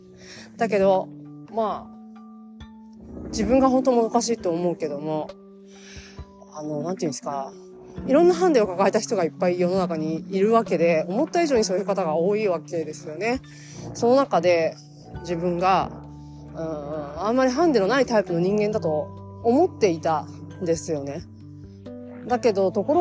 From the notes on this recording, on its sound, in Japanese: 歩きながら撮っているために聞きづらくて申し訳ないです。